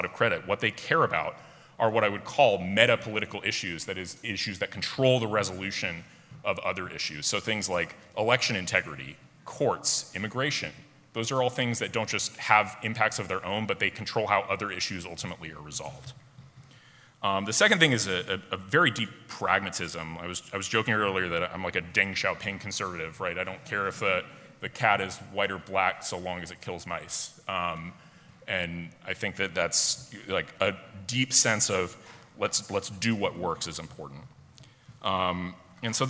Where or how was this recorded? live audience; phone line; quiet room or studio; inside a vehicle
live audience